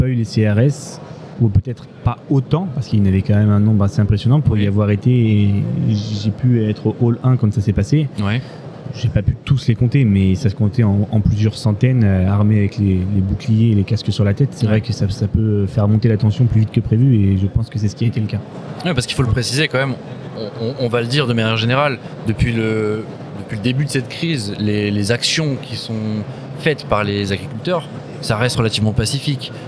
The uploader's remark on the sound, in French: Cette semaine nous avons enregistré un épisode spécial au Salon International d'Agriculture.